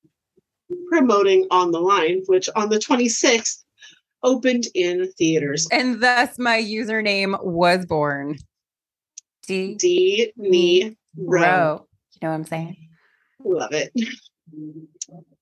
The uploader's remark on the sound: to the point we broke Zoom